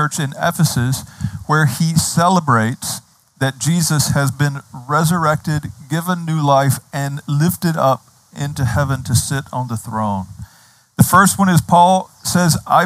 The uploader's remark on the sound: Outdoors this Spring and Summer, outside the Retreat House. On the beautiful and scenic campus of Gordon Conwell Theological Seminary 130 Essex St, South Hamilton, MA 01982.